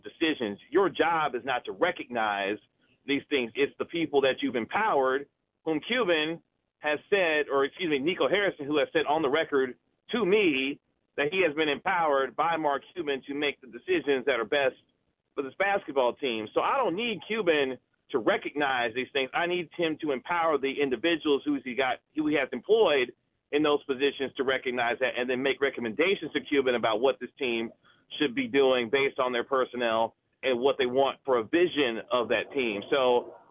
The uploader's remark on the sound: On the Phone.